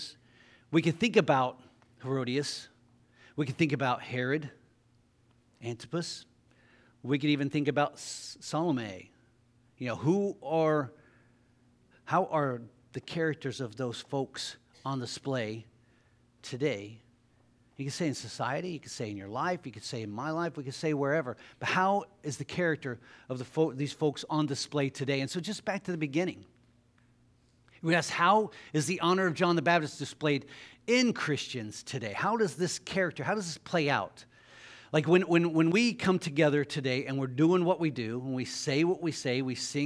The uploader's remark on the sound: LIVE Services at Sunshine